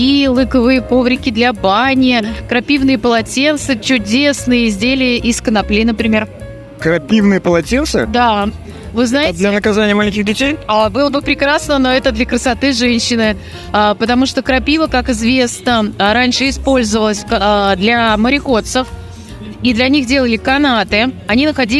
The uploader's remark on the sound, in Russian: Записано с 1 по 3 декабря на месте событий - Москва, Краснопресненская наб., 14, ЦВК «Экспоцентр».